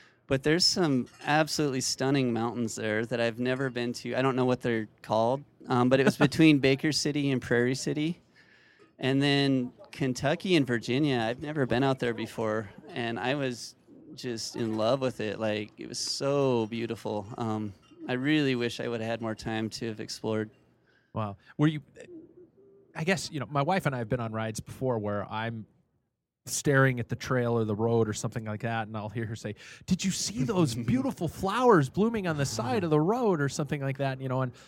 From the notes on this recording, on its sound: Live at Bennidito's Pizza in Spokane, WA